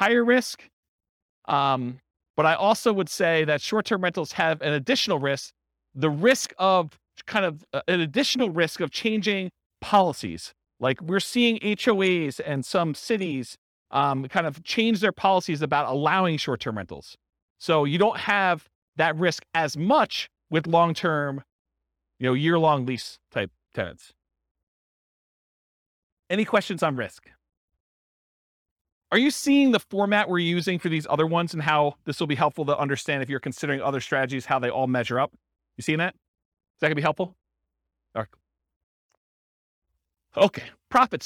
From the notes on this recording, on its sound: This was a live class recorded